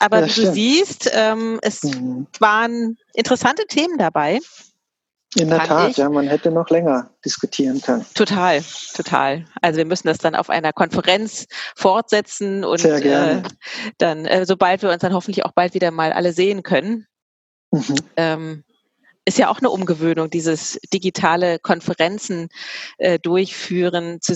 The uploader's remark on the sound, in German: Denn mit Voranschreiten der aktuellen Situation wurde aus einem langfristig geplanten Treffen vis-a-vis ein Zoom Call.